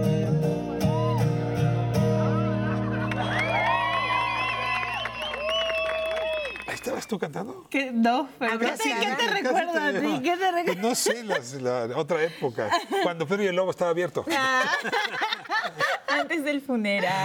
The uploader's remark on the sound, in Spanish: nos vamos al Cine Lido en la Condesa, donde está por empezar el festival ReelAbilities México